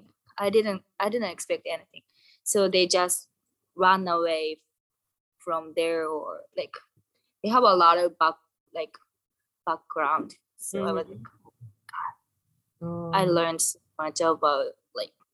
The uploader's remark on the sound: This episode was recorded through Zoom. The sound quality is not good.